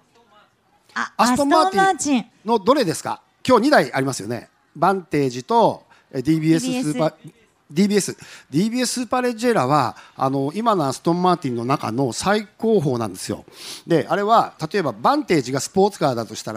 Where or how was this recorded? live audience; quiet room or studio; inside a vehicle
live audience